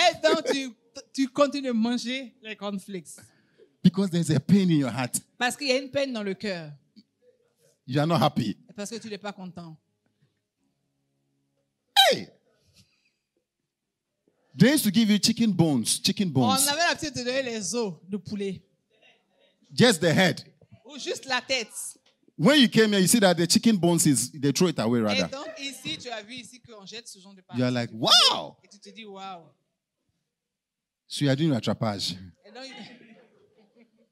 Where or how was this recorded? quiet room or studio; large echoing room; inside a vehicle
large echoing room